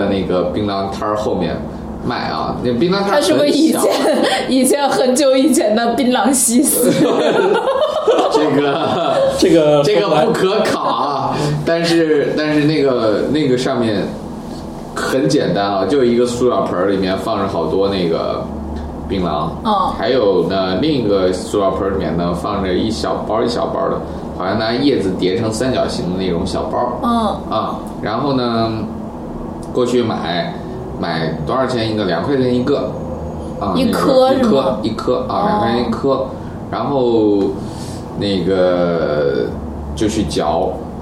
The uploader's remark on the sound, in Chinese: 本期节目为在张大妈办公区用录音笔录制，可能有街道上的杂音，请见谅。